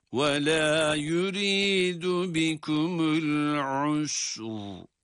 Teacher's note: Ayın ötresiyle sin harfine ve ince olarak okunuyor. El-usr dedik ama sonrasında ra kalın okunacak.